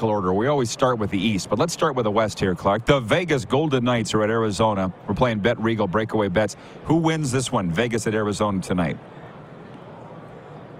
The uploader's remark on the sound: Live from Radio Row at Super Bowl 58! LIVE from Radio Row at Super Bowl in Las Vegas, Nevada!